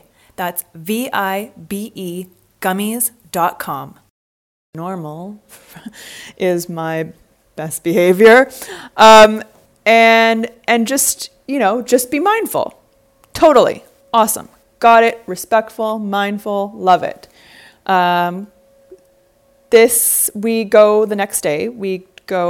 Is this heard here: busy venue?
no